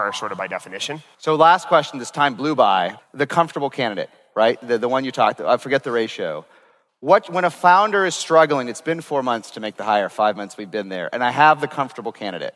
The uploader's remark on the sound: This episode was recorded at Saastr Annual 2016